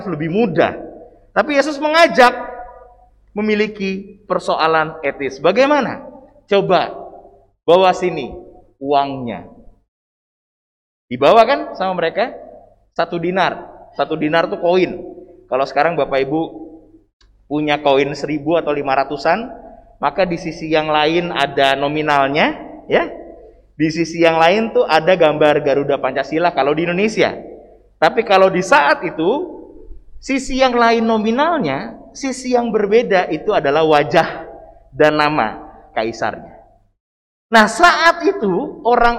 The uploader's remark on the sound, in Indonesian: LIVE] KEBAKTIAN MINGGU XX SESUDAH PENTAKOSTA